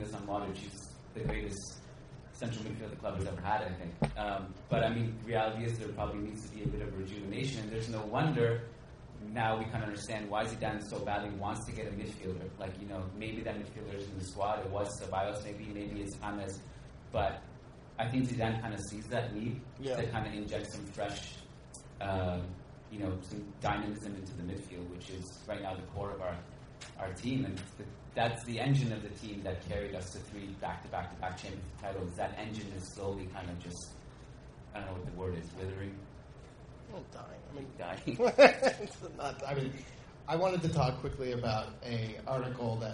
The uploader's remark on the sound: This episode of the Managing Madrid Podcast was recorded in New York City, in front of a live audience at the Playwright Irish Pub.